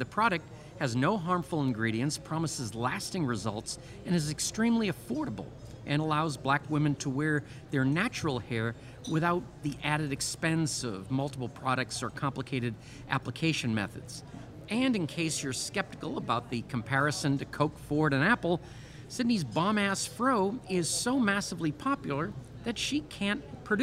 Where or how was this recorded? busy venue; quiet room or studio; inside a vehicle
busy venue